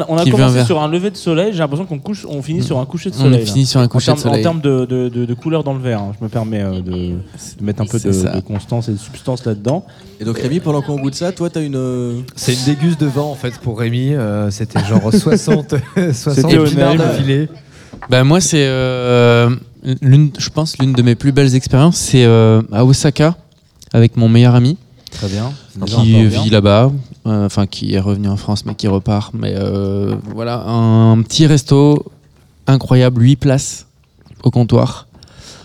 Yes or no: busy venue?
yes